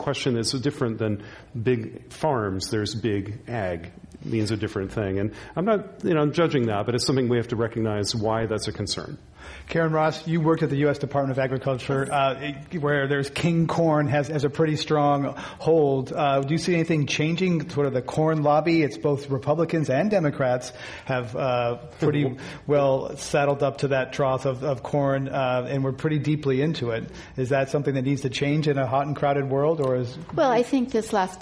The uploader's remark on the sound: This program was recorded in front of a live audience at the Commonwealth Club of California on November 28, 2014.